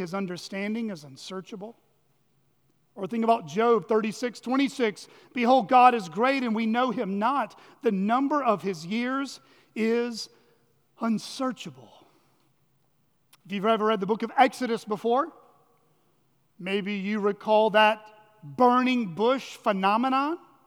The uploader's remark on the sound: at Chaffee Crossing Baptist Church in Barling, AR.